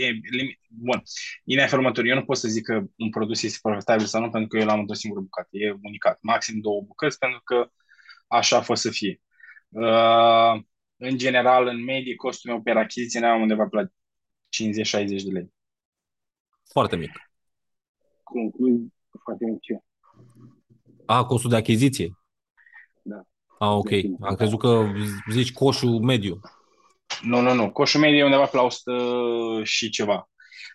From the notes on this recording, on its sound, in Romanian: Conferinta Zoom Saptamanala EcomSchool.